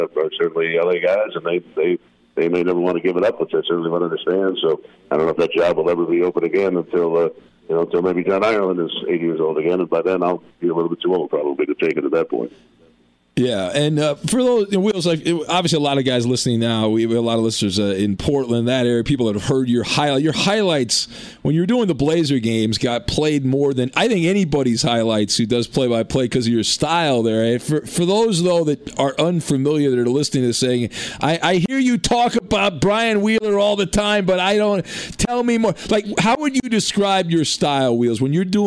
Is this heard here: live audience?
no